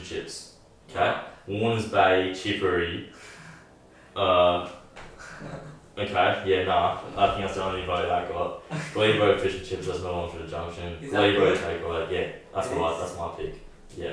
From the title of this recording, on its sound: poor audio